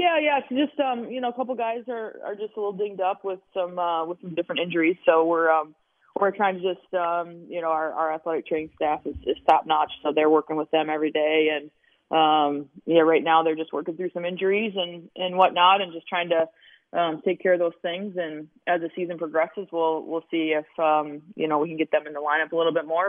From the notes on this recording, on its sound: They also open up the phone lines and take your calls.